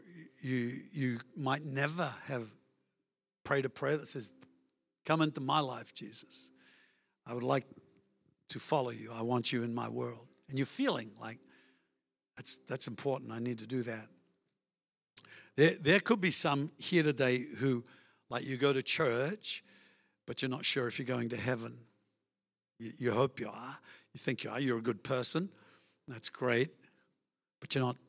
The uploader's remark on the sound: Melbourne East. Recorded during our 9am service on Sunday, the 10th of September 2023.